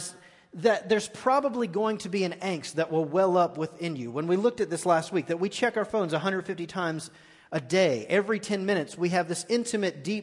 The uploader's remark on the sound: Recorded live on 9/27/18 at The Fellowship.